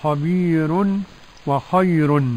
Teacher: ورقق ورش كل راء وقبلها مسكنة ياء أو الكسر موصلا. يعني ورش يرقق الراء إذا كان قبلها ياء ساكنة، سواء كانت ياء لين أو ياء مد